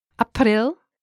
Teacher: Please note that April is an exception to the stress rule. The stress is on the last syllable.